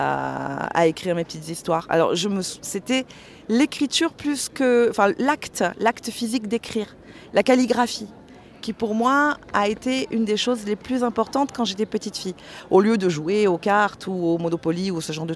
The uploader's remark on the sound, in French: A été enregistrée au festival Quai du Polar à Lyon en mars 2019 dans le cadre du prix de la meilleure nouvelle organisé par le festival.